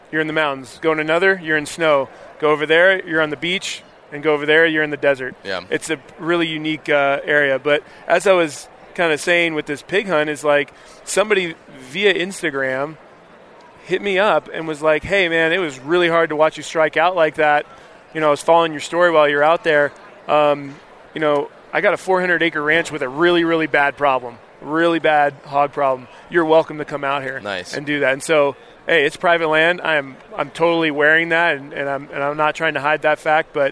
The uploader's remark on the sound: sits down with Living Country in the City at Hunt Expo in Salt Lake City